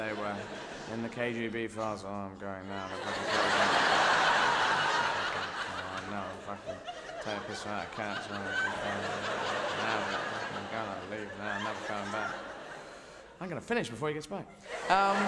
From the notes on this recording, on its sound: This superb DVD was recorded at the Shaftesbury Theatre, London. Sell-out 12 week run.